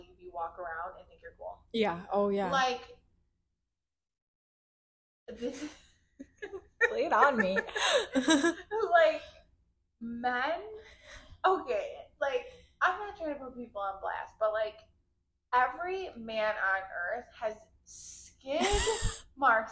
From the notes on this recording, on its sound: The audio might be crappy